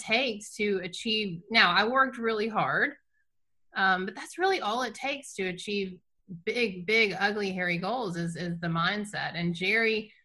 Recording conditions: video call